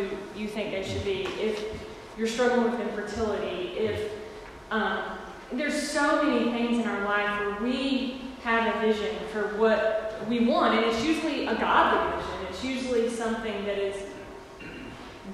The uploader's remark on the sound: recorded Sunday, February 23rd 2020 at our 11:00am worship service